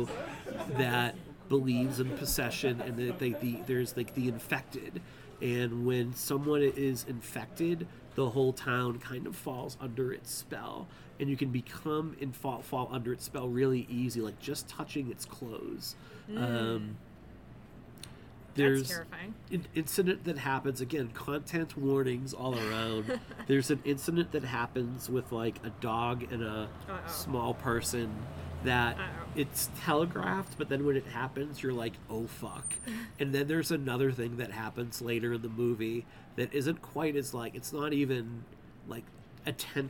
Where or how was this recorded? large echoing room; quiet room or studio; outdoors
outdoors